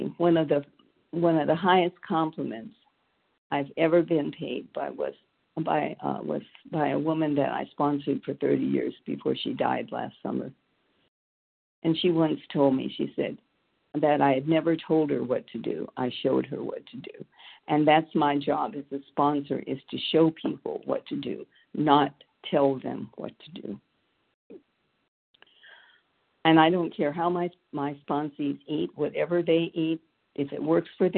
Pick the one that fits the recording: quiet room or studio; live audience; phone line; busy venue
phone line